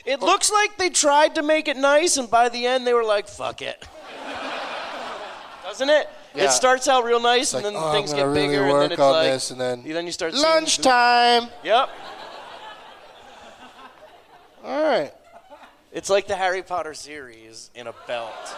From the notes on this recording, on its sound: Live from the Gramercy Theatre in New York City